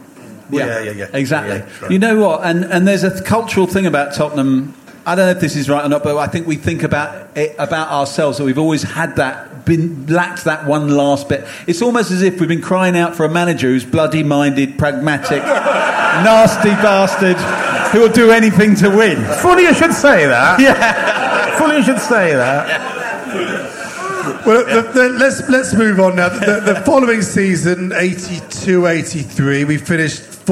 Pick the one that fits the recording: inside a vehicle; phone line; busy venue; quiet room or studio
busy venue